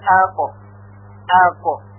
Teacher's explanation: در بین اقصر لسان و حنک اعلا که به هم نزدیک شده هست صدای حرف قاف شنیده می شد